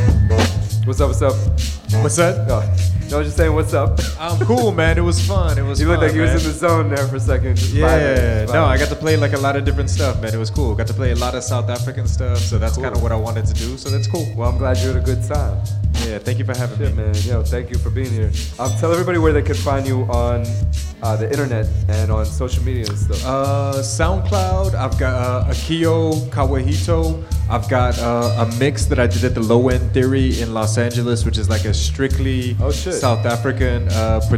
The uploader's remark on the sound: Originally broadcast live on November 1, 2018 from the storefront of Kinfolk 90 in Williamsburg, Brooklyn, New York City. Broadcast live on WAXX.fm.